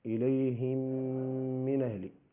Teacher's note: هنا إدغام الميم في الميم فتأتي الغنة